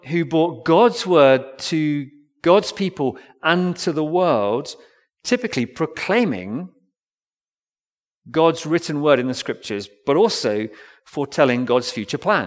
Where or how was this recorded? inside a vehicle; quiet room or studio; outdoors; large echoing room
large echoing room